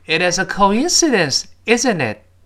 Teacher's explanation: It is 依然连读，中间浊化变成 itis